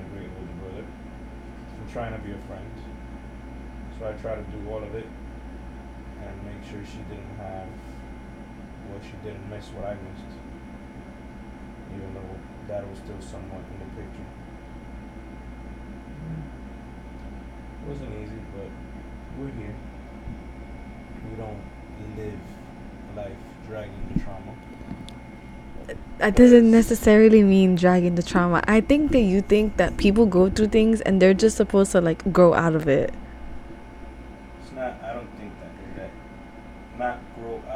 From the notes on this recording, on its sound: I decided to release the first EVER episode I recorded alongside someone. Did not want to release this episode because of how trash the audio was.